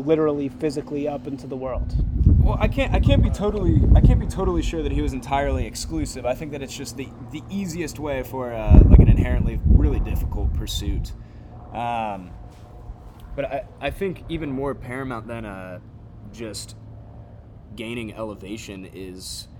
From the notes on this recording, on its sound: conducted outside